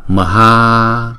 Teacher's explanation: chữ ha là hai nhịp, chữ ma là một nhịp